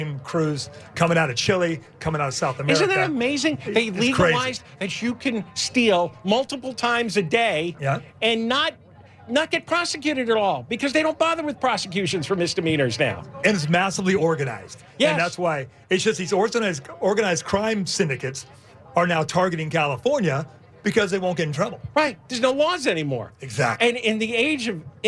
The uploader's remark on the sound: LIVE at the Honda Center in Anaheim gathering signatures.